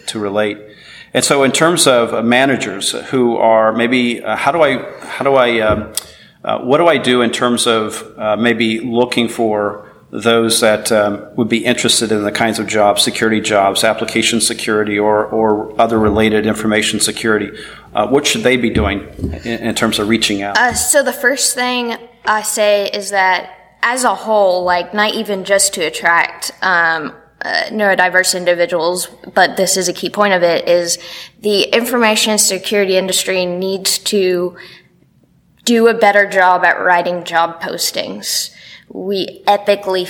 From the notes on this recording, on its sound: at the SOURCE Conference in Boston